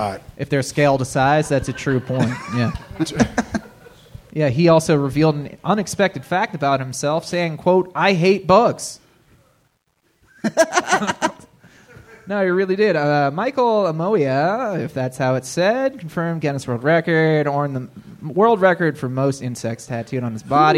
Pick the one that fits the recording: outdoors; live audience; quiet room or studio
live audience